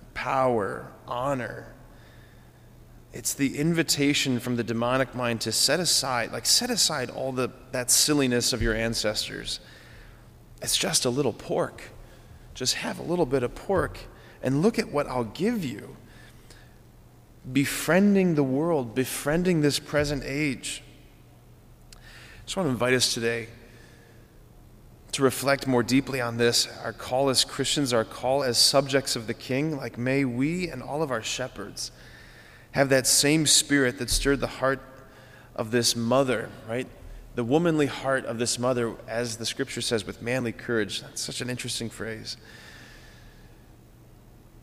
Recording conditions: large echoing room